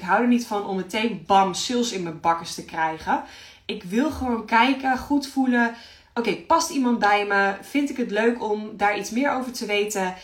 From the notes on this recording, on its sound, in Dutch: Insta live opname. In deze Insta Live praat ik met je over geld..